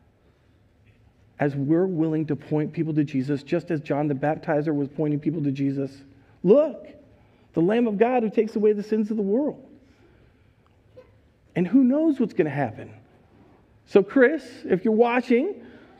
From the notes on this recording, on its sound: Recorded live at Word of Life Church in Le Sueur, Minnesota on January 16th, 2022